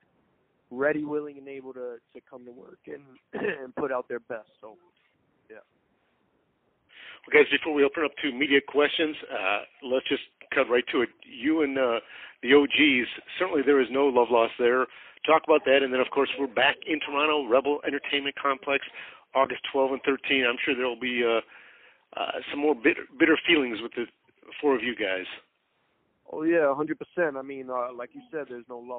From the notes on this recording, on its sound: Media Teleconference Interview